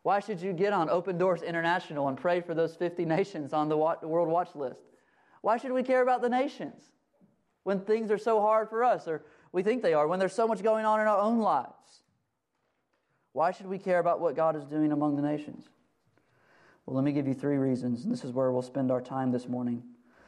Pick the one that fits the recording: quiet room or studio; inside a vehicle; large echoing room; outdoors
large echoing room